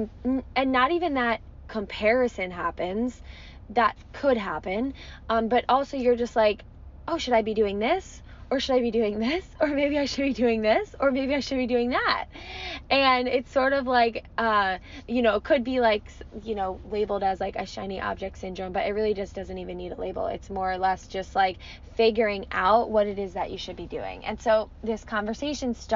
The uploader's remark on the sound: I recorded it from my car in front of a coffee shop this morning